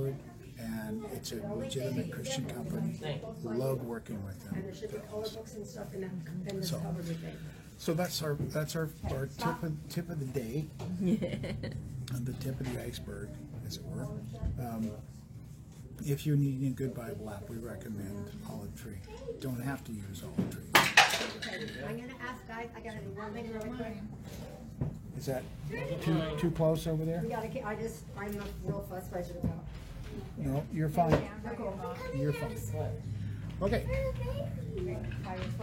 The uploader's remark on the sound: We apologize for the sound being a little difficult. These podcasts are made from a live video.